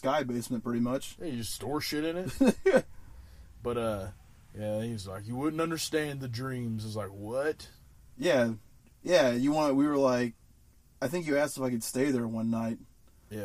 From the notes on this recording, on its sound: We recorded this episode in a RV.